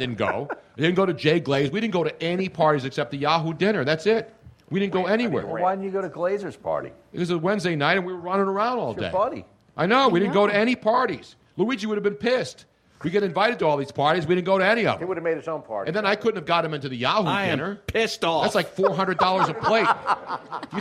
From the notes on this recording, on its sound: The whole gang was back in action at Comedy Sports Philly for our big Pre-Valentines day extravaganza. Our audience in the Theatre as well as lucky listeners from around the country.